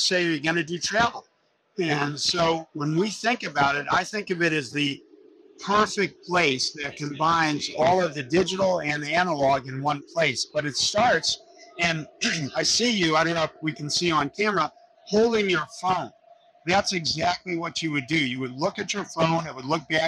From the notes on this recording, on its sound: Interview in Action live from HLTH